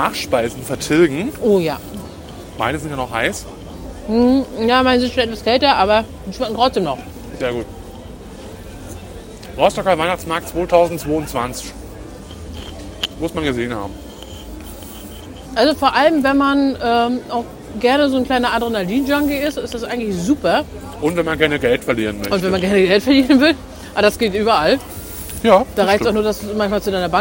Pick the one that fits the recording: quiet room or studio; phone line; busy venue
busy venue